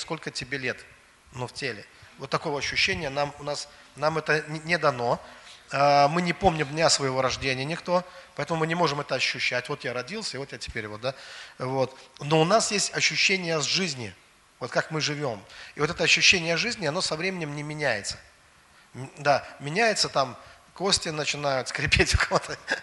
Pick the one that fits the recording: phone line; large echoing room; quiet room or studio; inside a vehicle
large echoing room